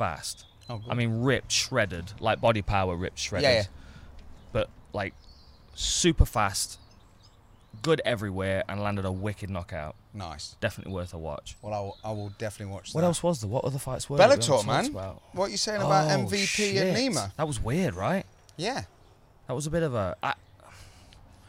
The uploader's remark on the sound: FRR enjoys its first recording outside with the birds.